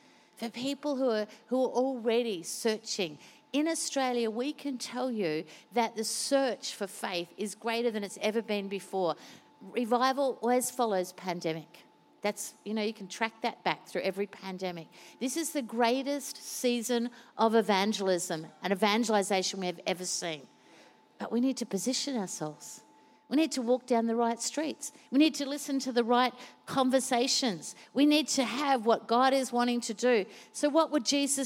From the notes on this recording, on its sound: Recorded during our 5pm service